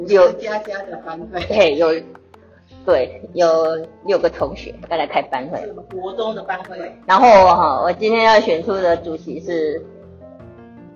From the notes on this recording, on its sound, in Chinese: 第一次以多人聊天式的錄音 結果聲音不太理想 還是硬著頭皮上架。